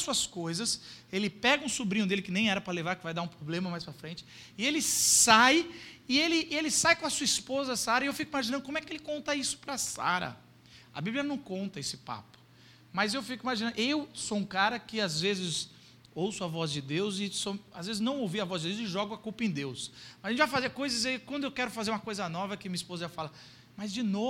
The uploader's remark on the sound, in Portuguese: Culto gravado em 14.